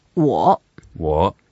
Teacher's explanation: to say 我, we need to make a third tone, go down and up